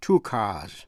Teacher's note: Chữ car tận cùng bằng âm R, tức là một âm tỏ, voiced, cho nên S phát âm là Z.